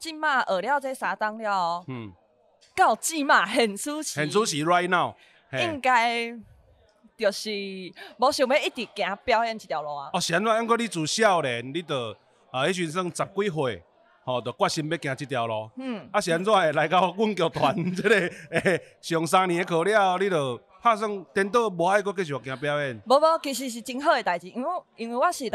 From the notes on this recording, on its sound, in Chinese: 不可能連吃尾牙也要錄Podcast。在尾牙現場把麥克風架起來！